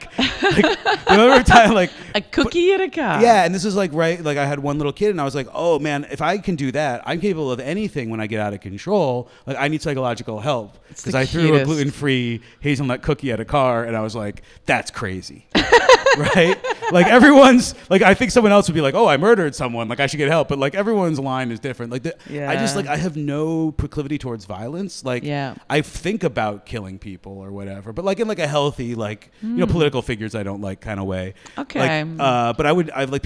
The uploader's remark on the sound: Recorded live at Podfest.